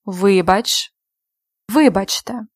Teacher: Don't forget to put the stress right. In both words, it's at the beginning of the word.